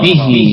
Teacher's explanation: فيها صلة صغرى يعني تتصل هاء الضمير هكذا بصلة صغيرة